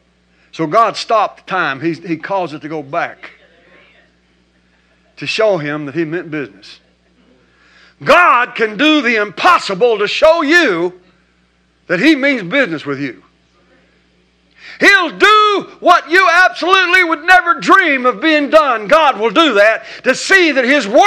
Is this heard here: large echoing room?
yes